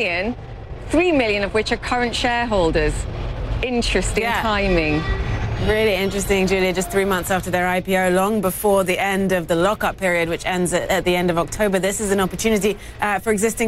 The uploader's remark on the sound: Live from the New York Stock Exchange.